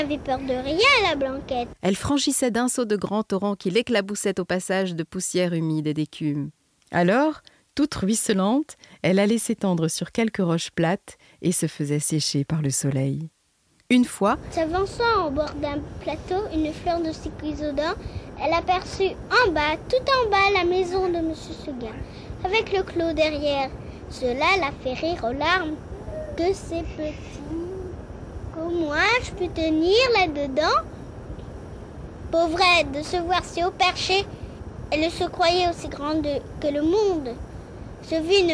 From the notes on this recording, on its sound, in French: Me voici à la fontaine de mon enfance, grâce à la magie de la technique, avec un enregistrement d'hier et un enregistrement d'aujourd'hui !